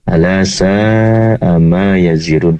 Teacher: pastikan sa'a dibaca panjang 4-5 harokat